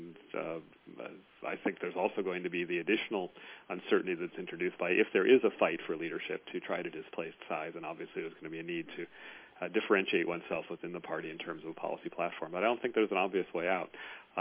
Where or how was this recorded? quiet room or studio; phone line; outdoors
phone line